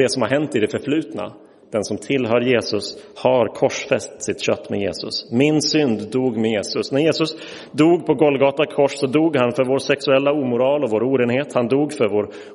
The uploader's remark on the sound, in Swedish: Inspelad i Roseniuskyrkan den 7 maj 2023.